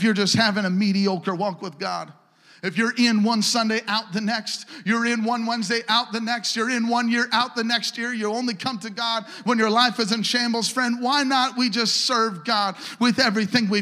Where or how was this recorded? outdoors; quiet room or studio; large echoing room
large echoing room